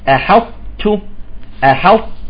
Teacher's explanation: بستعلي بستعلي وأطبق بالطاء ثم أنزل بانسيابية على التاء